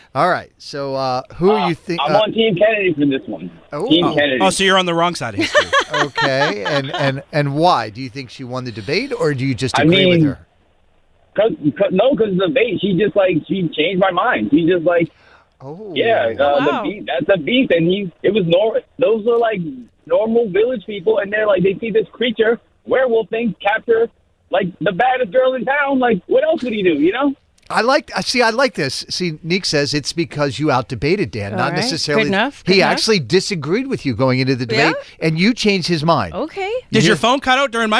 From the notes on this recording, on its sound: We let the listeners call in and decide our winner!